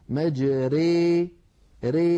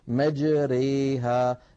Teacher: هي النطق بالألف الممالة بين الألف والياء الصحيحتين · Term: الإمالة